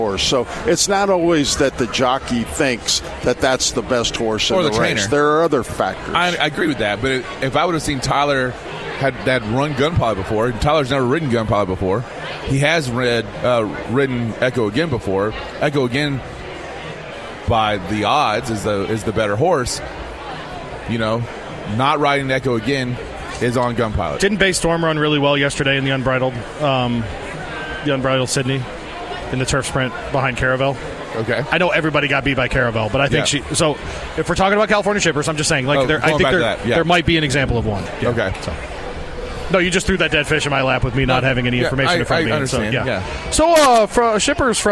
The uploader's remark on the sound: live from Churchill Downs